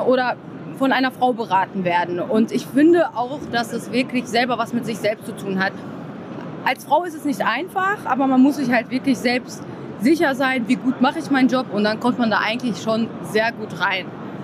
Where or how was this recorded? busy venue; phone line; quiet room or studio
busy venue